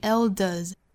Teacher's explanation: elder 后面的 s 读浊辅音，所以 elders 但是不能拖音。好，前面半句我们再来非常慢的读一下。 Children have never been very good at listening to